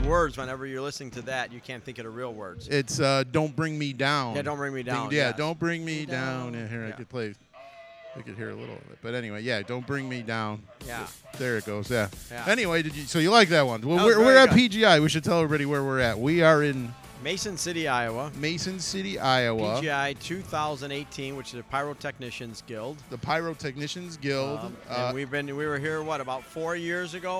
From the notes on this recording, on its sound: recorded in Mason City Iowa while the guys were participating in the Pyrotechnics Guild International’s “Thunder and Fire” at the North Iowa Events Center